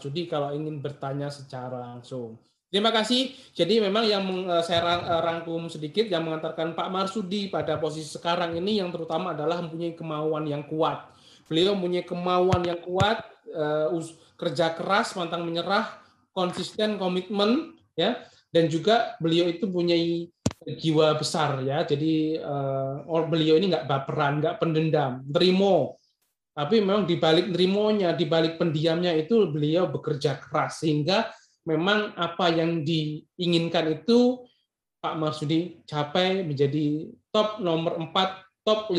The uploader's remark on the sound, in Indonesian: Podcast ini adalah hasil rekaman dari Webinar "Modal Nekat Jadi Super Leader" pada sesi Q&A.